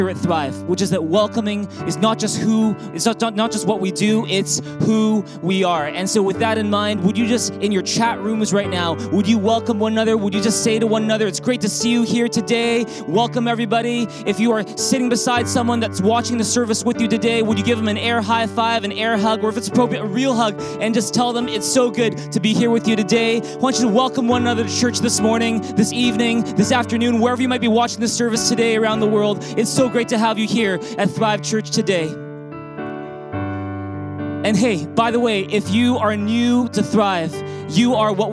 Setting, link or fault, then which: setting, large echoing room